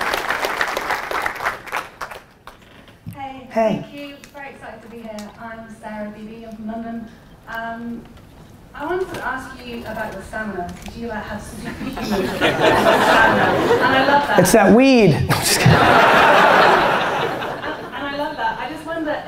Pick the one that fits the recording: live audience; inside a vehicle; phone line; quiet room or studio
live audience